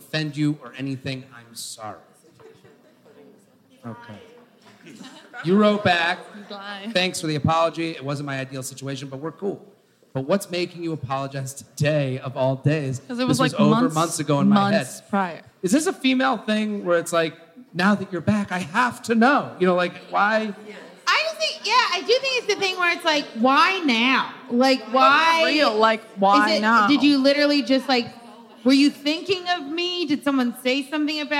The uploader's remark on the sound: LIVE From Helium St. Louis.